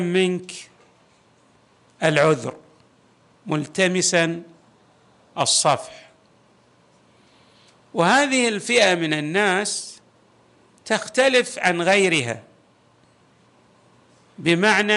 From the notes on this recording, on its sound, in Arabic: تسجيلات جامع الامام علي عليه السلام الأحساء المبرز